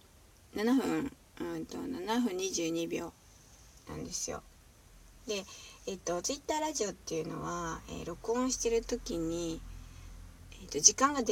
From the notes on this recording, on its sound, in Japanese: 車の中スタジオからお送りしている